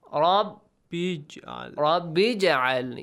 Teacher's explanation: رَبِّ اِجْعَلْ You skip Hamzatul Wasl and you join ba to jim jim produces an echoing sound · Term: قَلْقَلَ